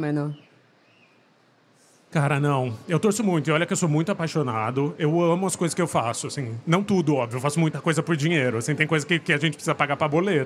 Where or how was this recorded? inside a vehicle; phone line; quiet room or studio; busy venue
busy venue